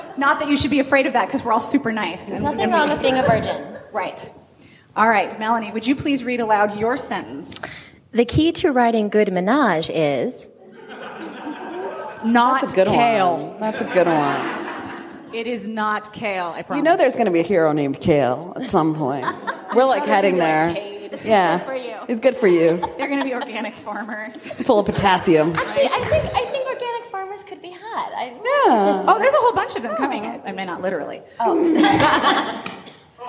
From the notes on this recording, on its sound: Our Live Show at RWA!